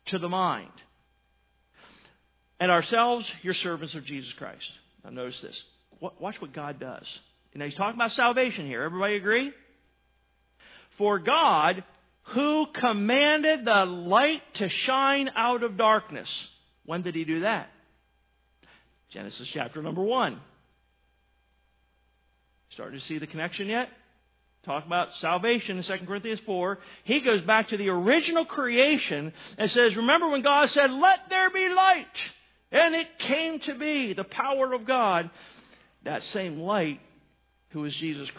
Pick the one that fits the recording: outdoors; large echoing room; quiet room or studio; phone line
large echoing room